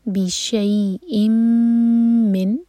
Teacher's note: حمزہ کی تنوین کے بعد ہے میم تو یہاں ہم کریں گے ادغام غنہ کے ساتھ